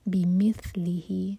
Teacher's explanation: ہی ضمیر سے پہلے لی پر زور